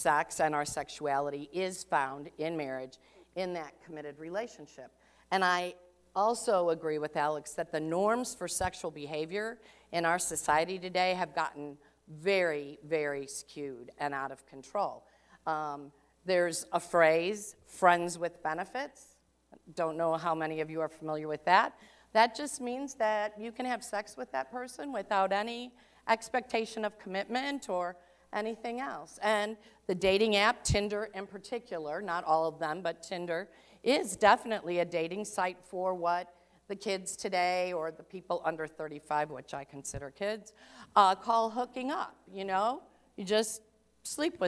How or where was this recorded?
large echoing room